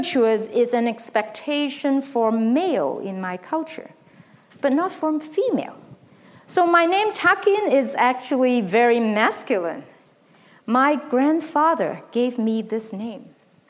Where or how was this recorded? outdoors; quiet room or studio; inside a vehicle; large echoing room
large echoing room